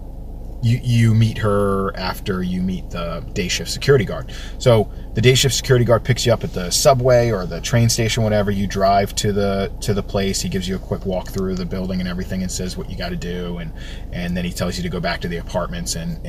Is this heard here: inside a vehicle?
yes